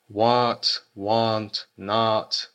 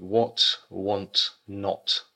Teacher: Есть еще тоже интересная черта, что вот это вот what, want, not – это короткий звук. И если вот это короткое «о» слышно, то это либо англичанин, либо кто-то из Содружества, кроме Канады · Shown in: second take